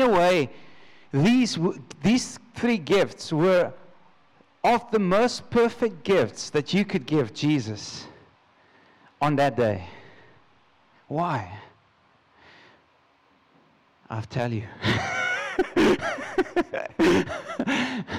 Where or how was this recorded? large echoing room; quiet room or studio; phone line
large echoing room